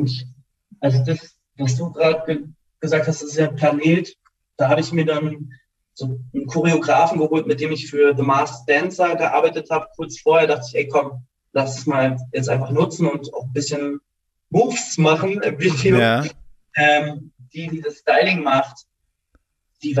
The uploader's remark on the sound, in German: via Zoom gesprochen